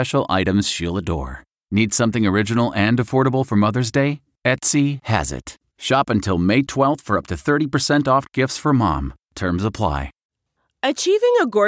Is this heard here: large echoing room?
no